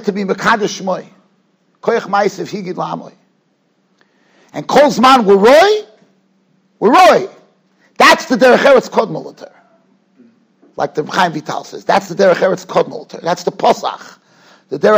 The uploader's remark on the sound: Shiur recorded in Yeshivas Ohr Reuven, Monsey, NY.